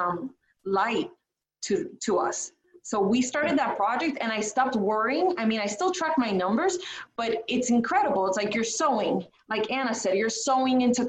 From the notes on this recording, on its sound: the audio from a special online event